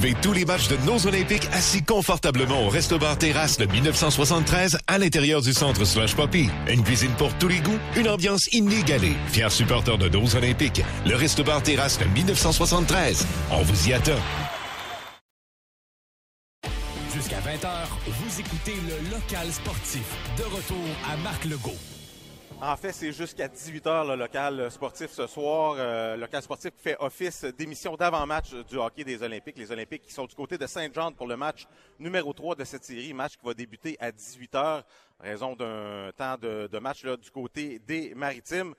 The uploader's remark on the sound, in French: En direct du Pêle-Mêle Pub de L'Agora